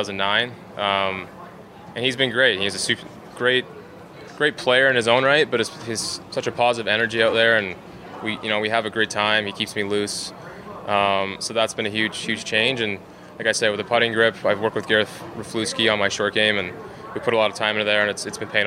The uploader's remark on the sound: "LIVE" FROM THE WM PHOENIX OPEN